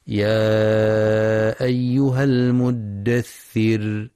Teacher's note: ينتبه القارئ للمد المنفصل في يا أيها، حيث يمد 4 أو 5 حركات في رواية حفص من طريق الشاطبية، وينتبه القارئ لترقيق الراء وقفا في كلمة المدثر.